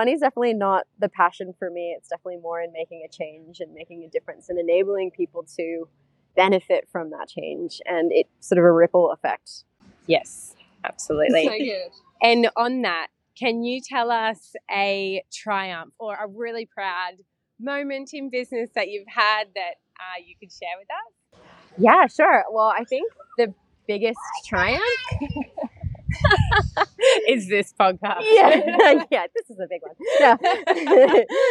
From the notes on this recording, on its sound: This episode was recorded at The Local Parklakes in Bli Bli. This episode was recorded at The Local Parklakes in Bli Bli.